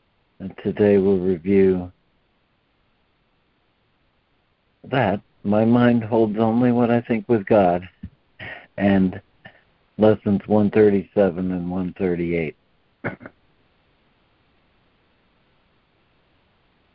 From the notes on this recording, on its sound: ACIM Daily Conference Call.